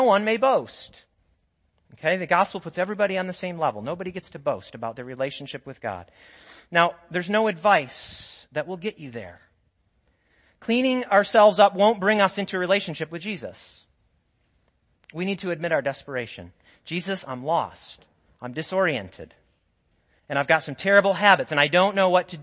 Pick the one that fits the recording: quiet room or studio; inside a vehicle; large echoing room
large echoing room